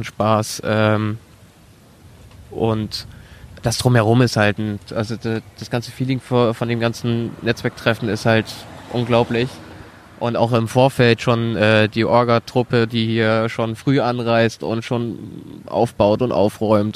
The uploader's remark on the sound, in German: Auch diese Folge ist bereits im Mai 2018 im Rahmen des Viva con Agua Netzwerktreffens aufgenommen worden, also schon ein büschn älter!